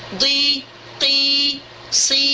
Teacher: Walaupun dia sudah huruf isti'la, di, ti, si, tidak ditebalkan dia. Cuma alif maddiyah dengan waw maddiyah saja yang ditebalkan bersama huruf isti'la.